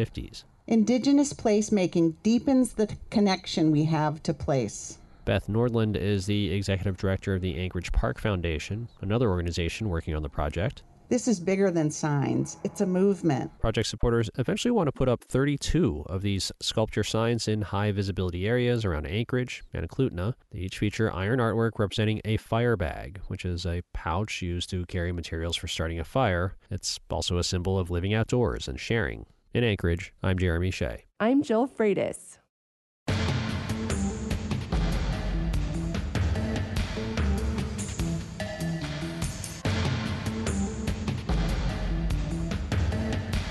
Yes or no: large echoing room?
no